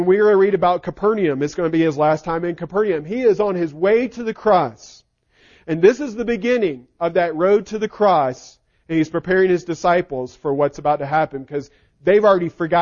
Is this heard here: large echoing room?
yes